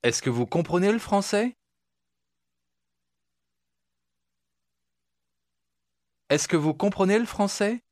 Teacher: Заметьте, насколько слабый звук L, но все же он звучит.